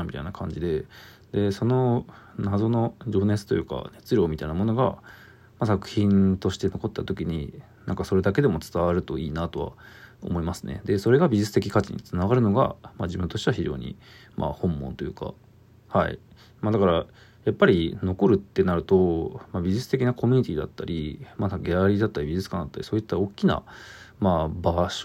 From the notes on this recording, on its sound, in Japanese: 百年後の梅ラボ from Radiotalk。ボイスメモです。